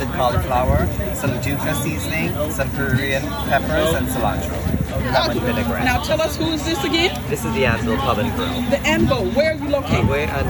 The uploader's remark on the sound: At Sloss Furnaces Birmingham Food & Culture Festival. Sloss Furnances Birmingham Food & Culture Festival.